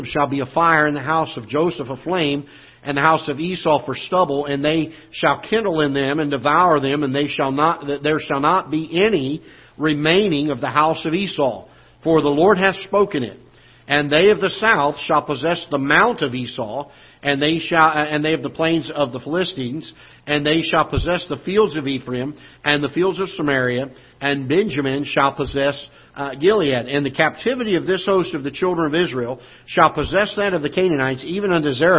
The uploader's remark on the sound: Ketha Heights Baptist Church ~ Live Broadcast